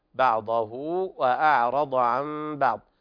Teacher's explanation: إقلاب لوقوع الباء بعد النون الساكنة المحولة إلى ميم مخفاة